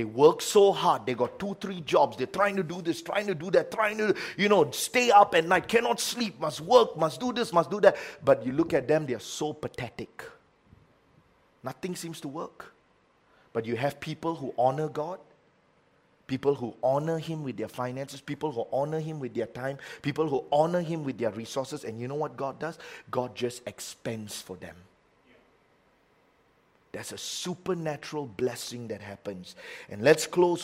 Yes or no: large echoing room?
yes